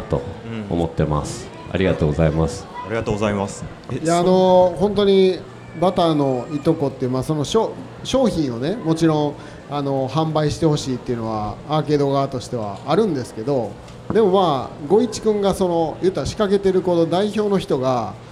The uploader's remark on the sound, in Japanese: 今回の配信はArcade in 那智勝浦2023で行われたkisen radio presents Arcade RADIOの公開収録の最終回です。